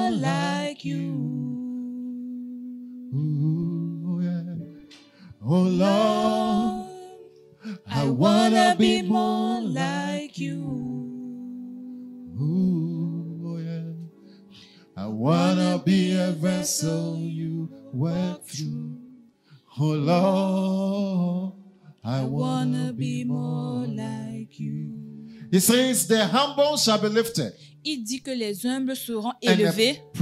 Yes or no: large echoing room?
yes